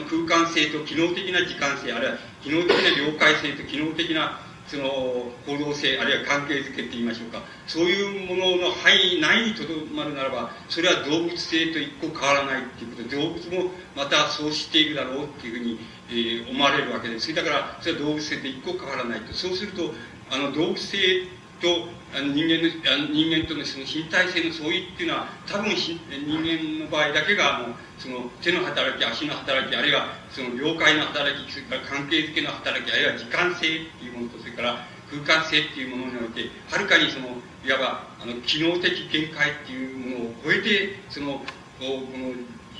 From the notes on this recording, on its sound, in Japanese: 主催：紀伊國屋書店 場所：新宿・紀伊國屋ホール。紀伊國屋書店出版部 30周年記念講演会として行われた。